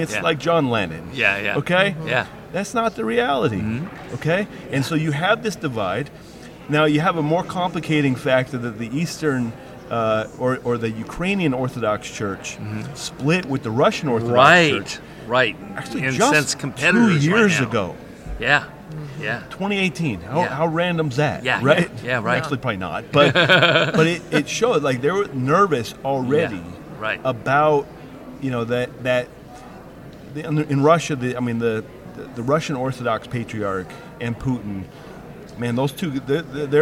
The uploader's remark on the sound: at the National Religious Broadcasters Conference